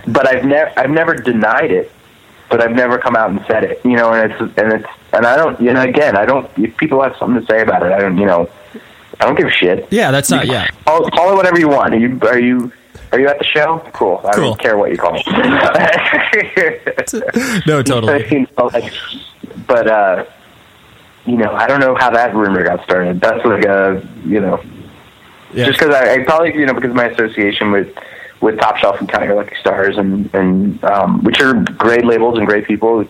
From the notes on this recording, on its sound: We hopped on the phone one afternoon